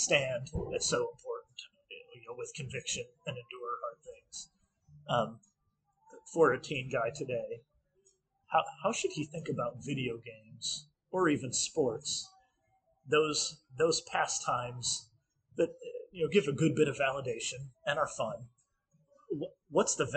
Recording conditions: poor sound quality